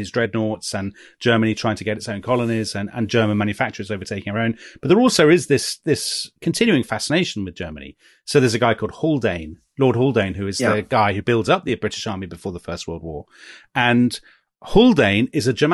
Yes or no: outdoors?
no